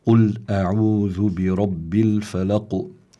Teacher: قل أعوذ، فإذا بالذال اللثوية، برب الفلق. الفلق تنتهي بقاف، وقفنا على القاف بالتسكين بسبب الوقف، بيكون عندنا هون قلقلة كبرى، لأنه القاف إذا كانت ساكنة وبيكون فيها قلقلة، وإذا كان سكونها وإذا كانت يعني إذا كان بسبب الوقف حصل بيكون عندنا قلقلة كبرى.